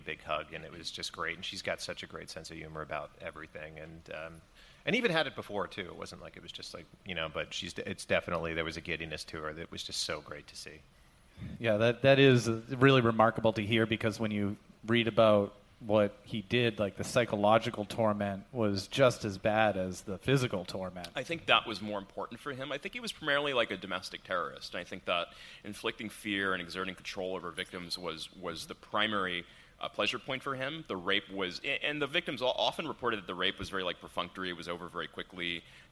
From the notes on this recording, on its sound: We're live at Crime Con 2018 in Nashville.